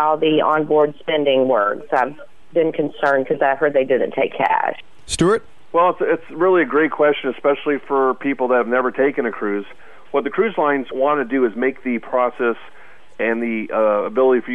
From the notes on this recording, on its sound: Joins us on the phone from Martha's Vineyard, Mass.